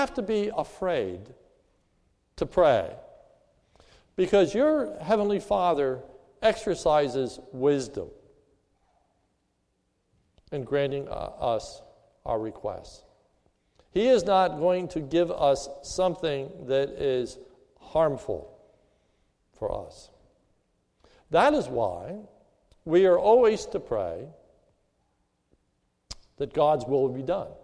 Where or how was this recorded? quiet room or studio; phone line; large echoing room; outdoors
large echoing room